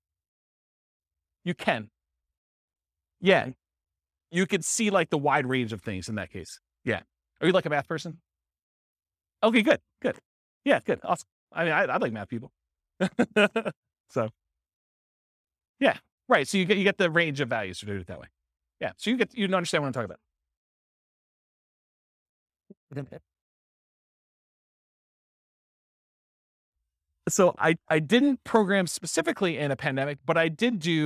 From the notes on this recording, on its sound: This was a live class recorded to give investors a solid overview of the house hacking real estate investing strategy. The live in-person version.